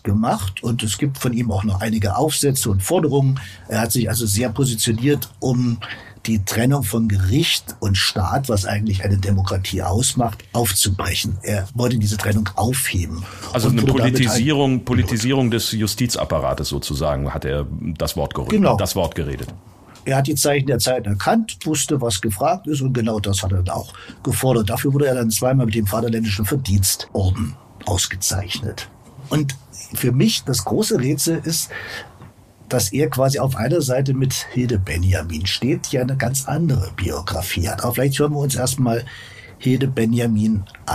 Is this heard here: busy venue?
no